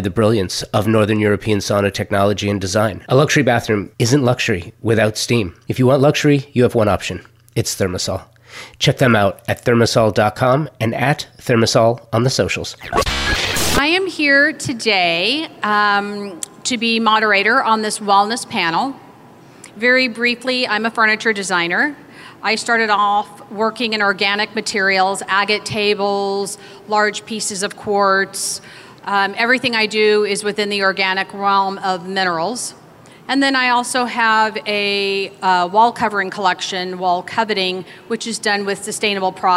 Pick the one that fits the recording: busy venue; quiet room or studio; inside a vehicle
busy venue